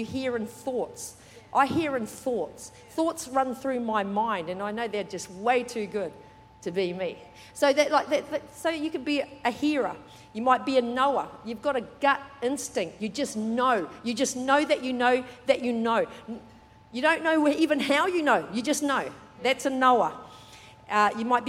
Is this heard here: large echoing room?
yes